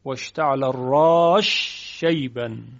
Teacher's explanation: حرف سین ادغام می شود در شین، واشتعل الراش شیبا، که این هم همین یک موضع هست، منتها از سوسی به دو وجه نقل شده، یکی ادغام، یکی فک ادغام، یعنی به اظهار اون.